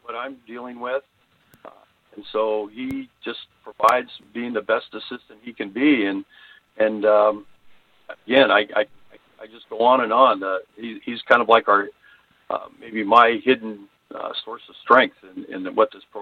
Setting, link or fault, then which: link, phone line